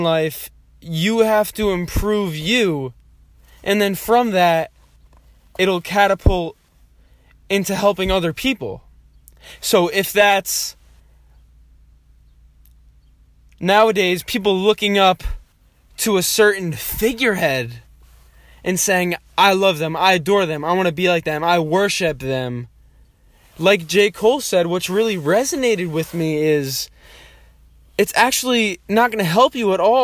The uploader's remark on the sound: This voice memo was recorded and sent to my friend at the time.